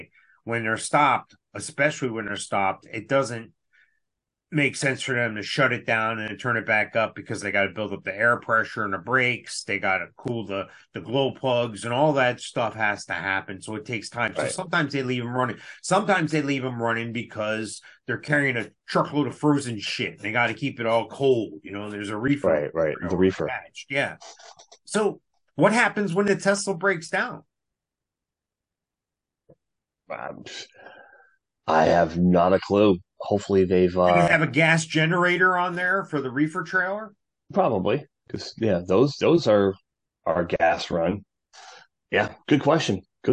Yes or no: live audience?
no